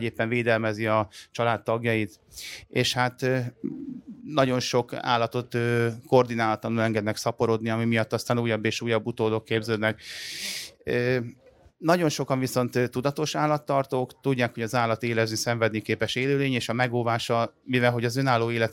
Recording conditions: busy venue